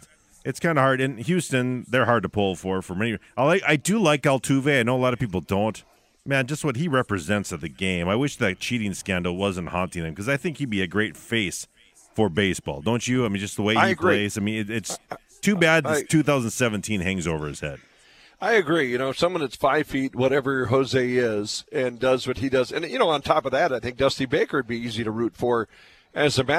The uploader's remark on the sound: live from Applebee's on 13th Ave South in Fargo